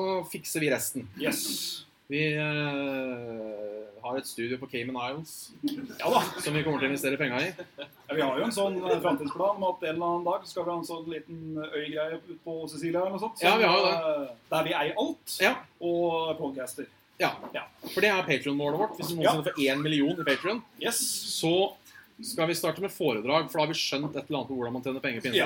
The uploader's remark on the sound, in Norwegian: Live med Level Up fra Tilt. Vi gjeste jubileet til Level up og og tok lige så godt og kuppet showet dems og kjøre en live Saft og Svele. Litt laber lyd.